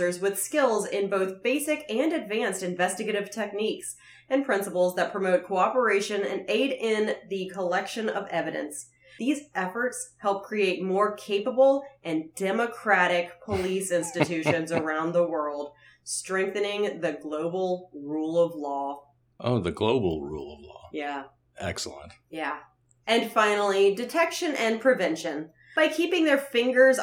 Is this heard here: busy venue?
no